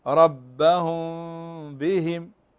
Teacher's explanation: اقترابها من مخرج حرف الإخفاء. الحرف الثامن وهو الميم المخفاة، وهي ميم يقترب صوتها من حرف الباء